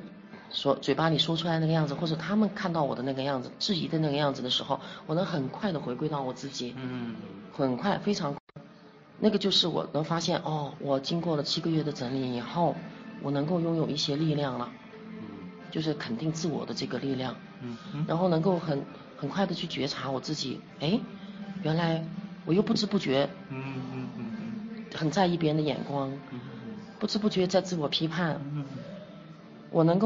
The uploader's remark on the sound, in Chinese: 因為是在咖啡廳錄製的關係，所以還會聽到咖啡機。錄製地點 中國雲南省昆明巿。又帶我去了一家名為『當年情』的…主題咖啡館。